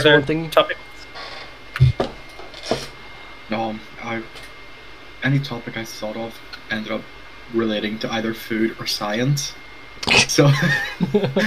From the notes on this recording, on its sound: we did have some technical difficulties